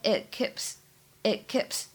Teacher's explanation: it 和 keeps 出现在一起的时候呢，可以有一个完全失去爆破